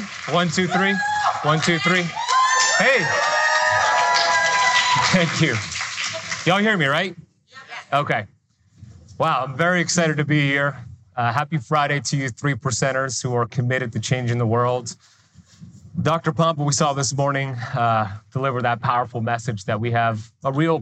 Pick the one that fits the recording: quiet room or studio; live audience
live audience